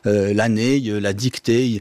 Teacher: Donc on n'est pas dans l'affrication, mais c'est simplement que la voyelle est tellement longue qu'elle va finir par se mouiller, c'est-à-dire par avoir un petit « e » à la fin · Term: mouillure